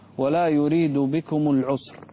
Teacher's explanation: انتبه الى القلقلة اللي كانت في العسر. ما فيها قلقلة.